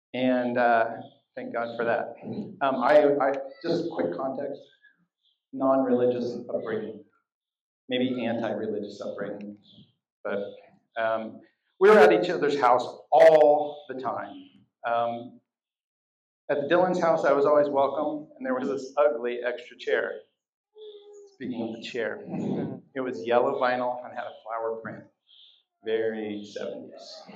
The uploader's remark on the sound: This episode was recorded live at our 2 Year Anniversary Celebration. At Barrington's Moonshine Barn.